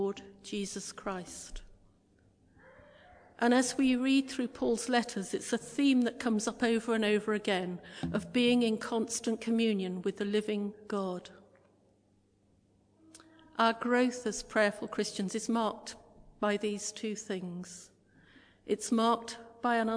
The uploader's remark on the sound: Christ Church, Bayston Hill (UK)